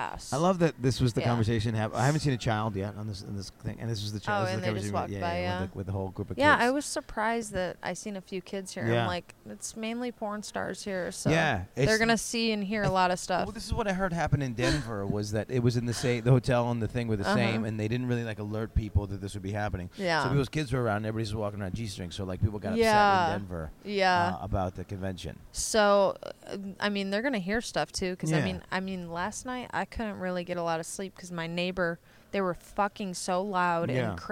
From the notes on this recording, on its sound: During Exxxotica. Exxxotica Chicago.